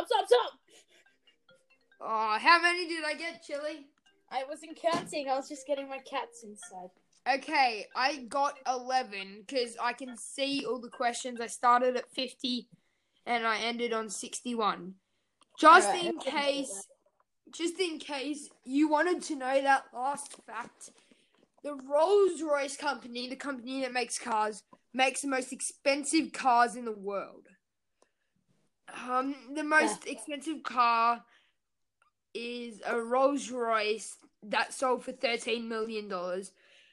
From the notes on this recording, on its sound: if this episode sounds a bit weird it is because of internet issues